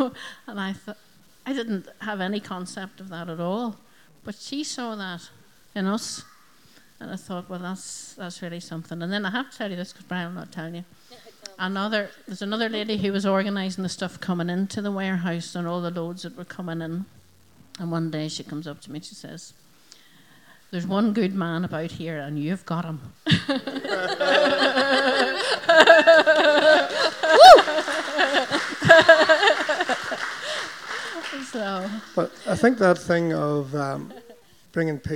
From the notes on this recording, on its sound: Recorded at our Sunday Celebration at Dungannon Integrated College.